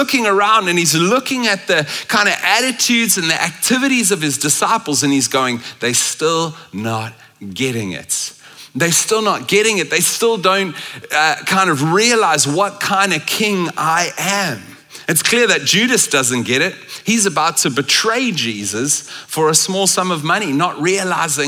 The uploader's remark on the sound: at Common Ground Church Rondebosch on the 3rd of December 2023